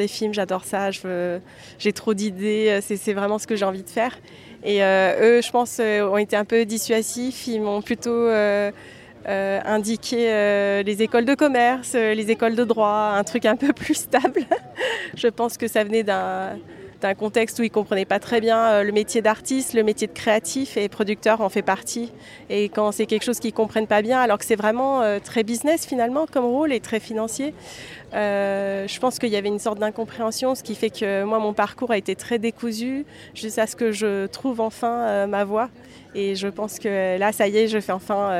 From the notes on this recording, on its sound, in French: Je vous propose une série de 3 capsules inédites enregistrées en marge du 76ème Festival de Cannes. J’ai donc glissé mon micro dans le sac et je me suis laissée portée par le flot de la Croisette, à la rencontre de nouveaux talents du cinéma français et international ! Ici je retrouve sur la Croisette ma première invitée qui sort tout juste d’une conférence qu’elle a donné au pavillon américain du marché du film.